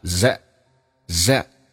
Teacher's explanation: 你去掉这个 t,你气流要阻塞一下